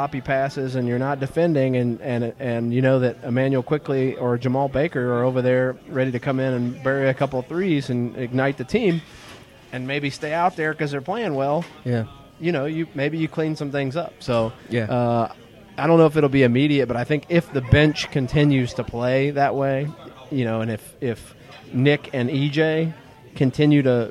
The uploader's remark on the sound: recorded their 100th episode at the Lexington location of Skyline Chili on Richmond Rd.